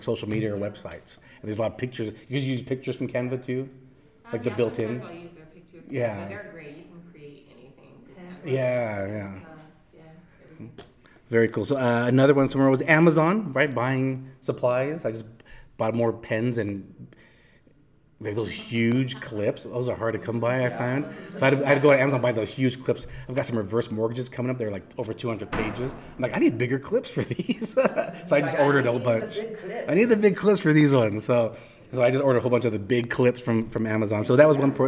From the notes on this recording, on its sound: This is a live recording from one of my local notary meetups